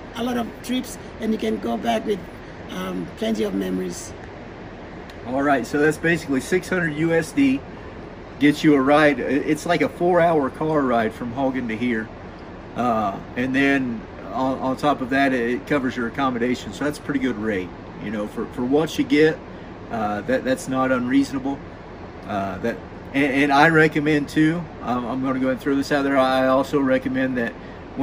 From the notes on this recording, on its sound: some soothing sounds of the waterfalls we were surrounded